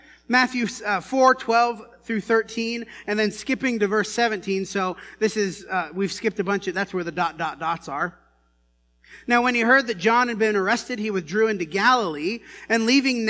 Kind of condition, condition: setting, large echoing room